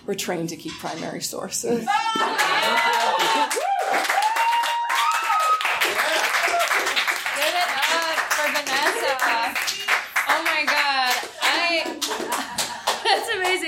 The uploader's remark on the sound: our very first recording in our new home, the Beat Kitchen